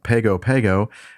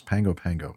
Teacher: the Polynesians and Samoans pronounce the G as an N-G · Shown in: second take · so it's Pango Pango.